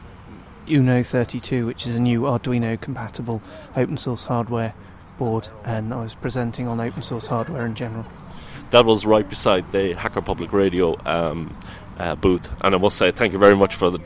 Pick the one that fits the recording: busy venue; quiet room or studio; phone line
busy venue